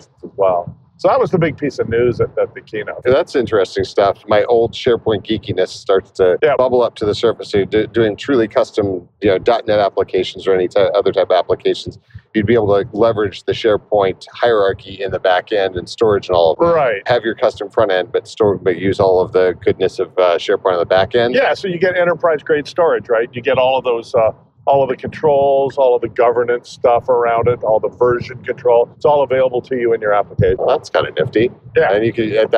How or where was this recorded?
inside a vehicle